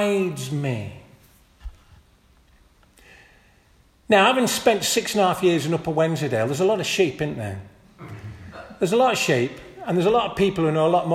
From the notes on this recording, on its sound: This audio recording was taken from the 10:30 Communion service at St Mary and St John's Church, Hardraw - March 19th, 2023